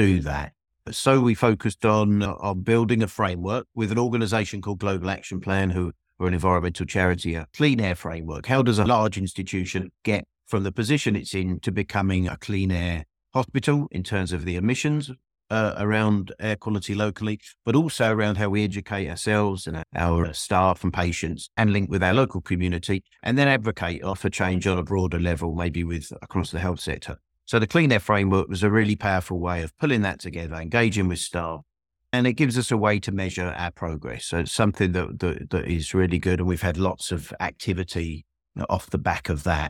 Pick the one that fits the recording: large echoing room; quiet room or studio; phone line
quiet room or studio